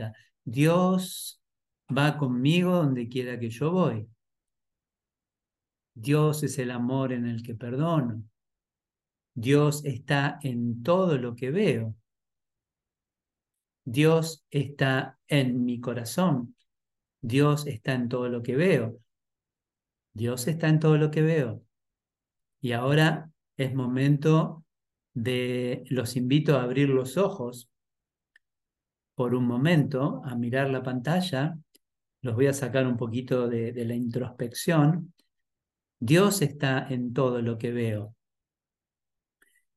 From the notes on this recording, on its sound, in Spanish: Clase en vivo por Zoom desde UCDM Iluminación.